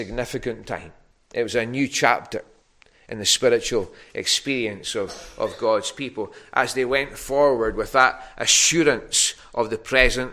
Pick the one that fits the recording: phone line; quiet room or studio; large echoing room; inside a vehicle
large echoing room